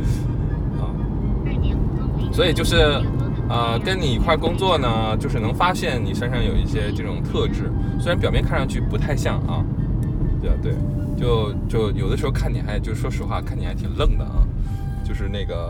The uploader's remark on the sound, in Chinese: 本期录音来自周六演出当天前往拍摄场馆路途中录制